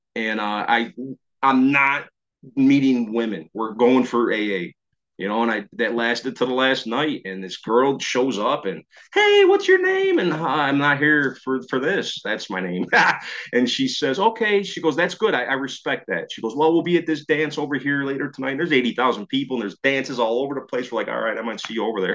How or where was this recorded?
video call